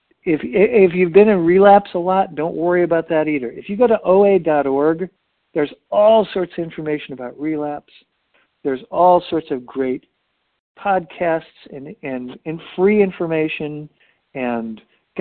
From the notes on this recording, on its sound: 100 Pounders Phone Meeting